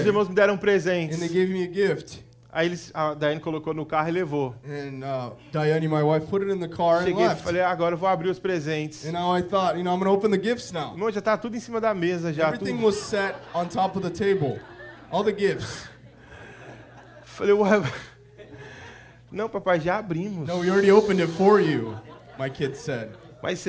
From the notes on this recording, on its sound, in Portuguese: Ministração gravada na igreja Videira Seattle